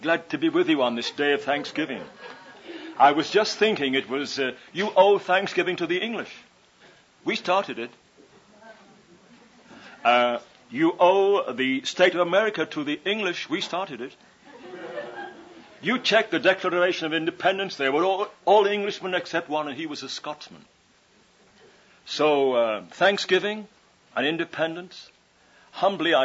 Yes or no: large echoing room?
yes